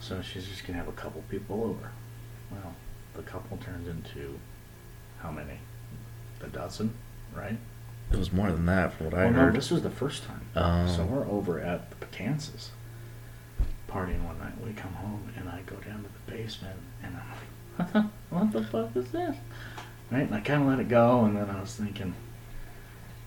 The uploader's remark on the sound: The audio is horrendous on this, so I apologize ahead of time for that. If you can manage to get past the bad sound quality, it's a pretty good episode.